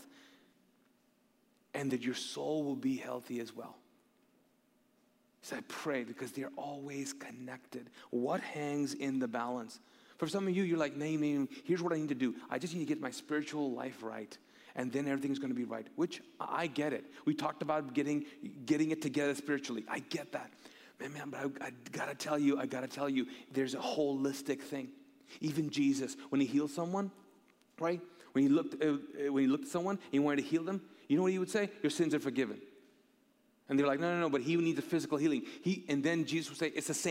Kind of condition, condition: setting, large echoing room